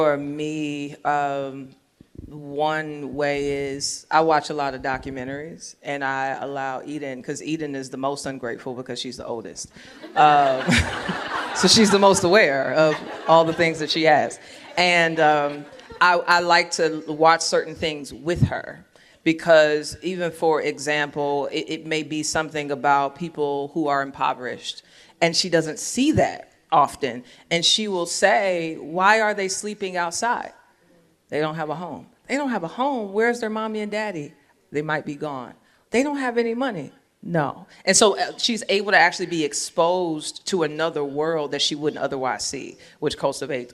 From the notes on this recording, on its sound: Recorded live at TGCW22 in Indianapolis.